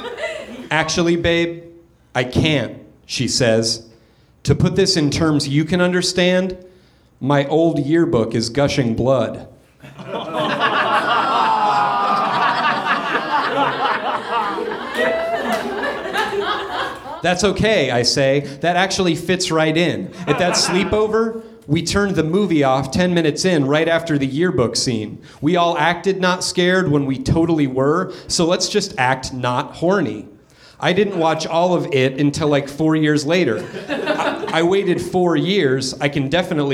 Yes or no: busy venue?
yes